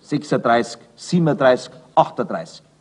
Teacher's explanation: Bei zusammengesetzten Zahlwörtern wie 36, 37, 38 schrumpft das ganze verbindende UND zusammen zu einem Laut, der ungefähr in der Gegend eines hellen A liegt